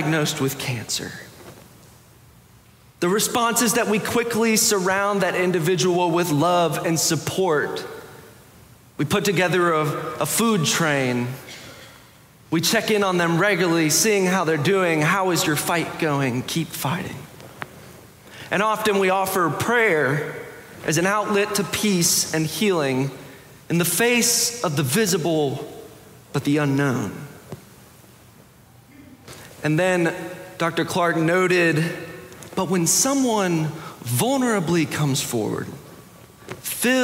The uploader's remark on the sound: Preached October 16, 2022 in the Sanctuary Worship Service.